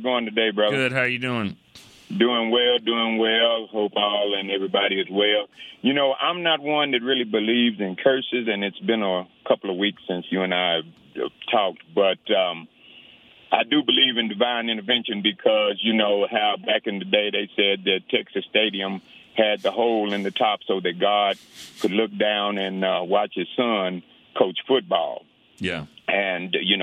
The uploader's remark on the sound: The fans called